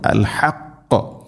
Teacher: തൊണ്ടയുടെ മധ്യഭാഗമാണ് ഹ എൻ്റെ മഖ്റജ്